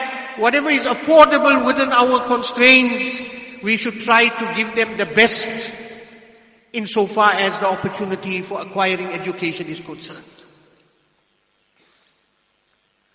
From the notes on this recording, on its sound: Jumuah Lecture at Masjidus Salaam, Musgrave